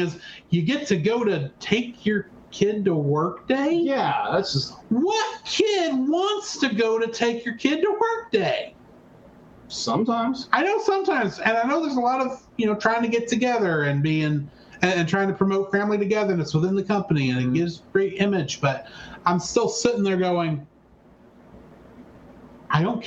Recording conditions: poor sound quality